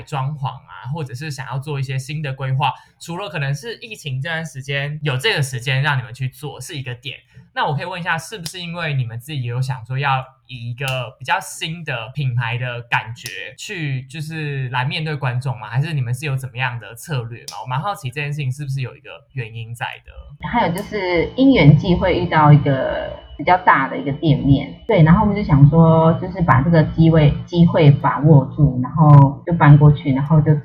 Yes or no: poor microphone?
yes